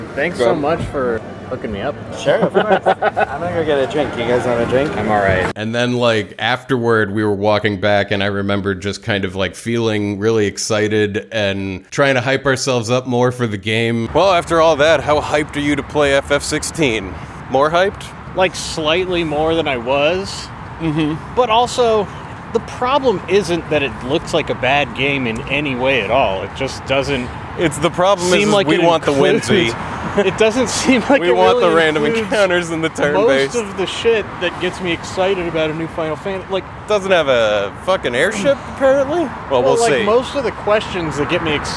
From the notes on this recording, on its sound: We got the chance to attend the FFXVI prelaunch celebration fan event, and brought along our recorder!